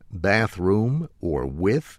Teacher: The TH, the hard TH, as in bathroom or with. A lot of Baltimoreans will make that into an F